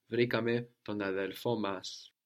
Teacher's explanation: we don't have the option to lose the N on ton because adel fo starts with a vowel.